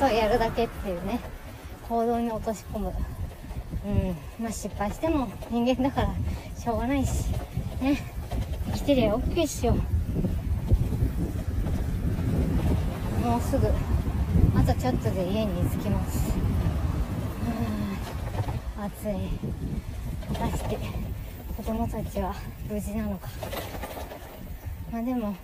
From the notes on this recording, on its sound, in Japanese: 自転車乗りながら最近の悩みを吐き出す。チャリこぎながら最近の悩みについて話しています。暑い。